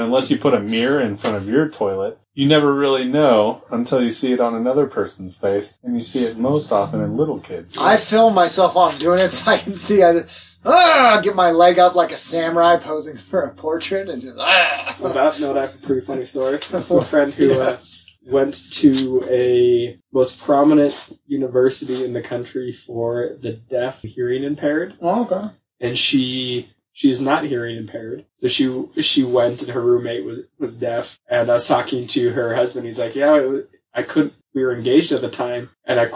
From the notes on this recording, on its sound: Sadly the audio failed